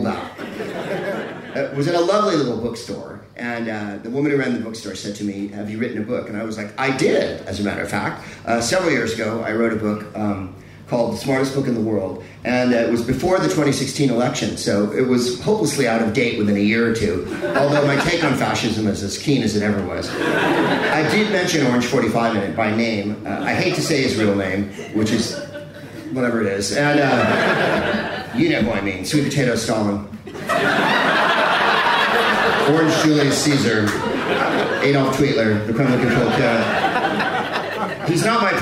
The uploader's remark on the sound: In another live show from the Gilded Balloon in Edinburgh for the Edinburgh Festival Fringe.